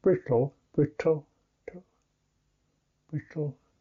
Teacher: you're more likely to go tongue curled back. So if you just exaggerate that a little bit, brittle, t, t, t, t, you get the t, t, t, t sound, and then the t sound, t sound, aspirated. · Term: retroflex T